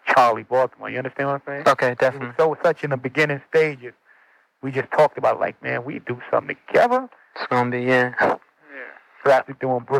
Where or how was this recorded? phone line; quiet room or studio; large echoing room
phone line